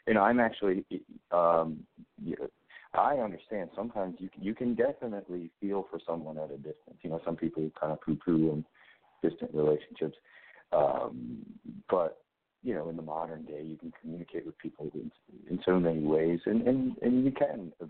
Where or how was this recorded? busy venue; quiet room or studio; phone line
phone line